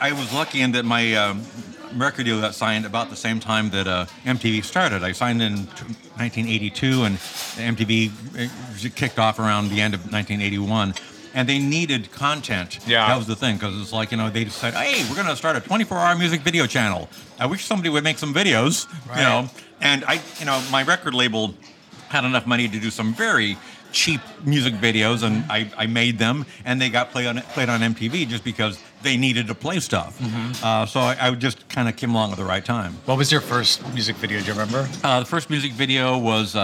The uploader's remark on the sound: This episode was recorded at Cafe Gratitude in Larchmont Village, CA.